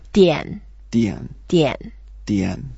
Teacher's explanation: 电 is the fourth tone, so we go down.